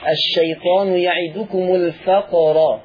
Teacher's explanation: بس خلي بالك من قلقلة القاف